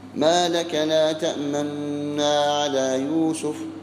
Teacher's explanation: أصل الكلمة تأمننا، فلا تقرأ النون مضمومة نو، وإنما تسكنها وتظهر حركة الضمة وهي ضم الشفتين، فتقرأ قالوا يا أبانا ما لك لا تأمنا على يوسف، ما لك لا تأمنا على يوسف. وبعضهم يجعل فيه صوتا أي غنة